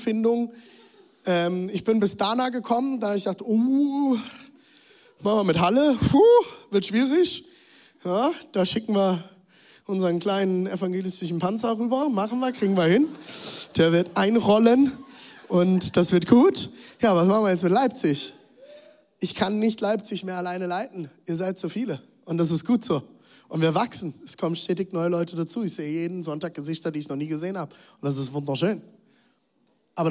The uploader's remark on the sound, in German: Zeal Church Leipzig. Audiomitschnitt der Predigt.